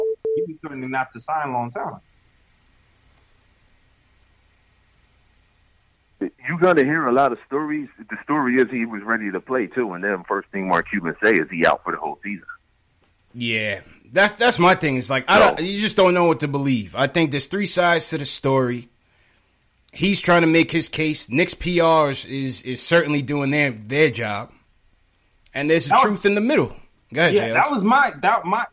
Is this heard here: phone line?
yes